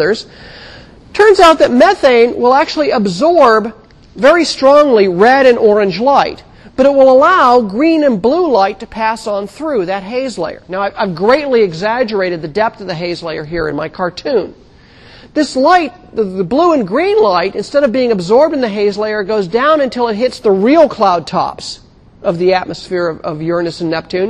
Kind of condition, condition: setting, large echoing room